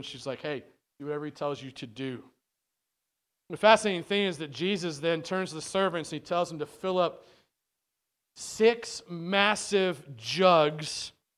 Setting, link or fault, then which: setting, large echoing room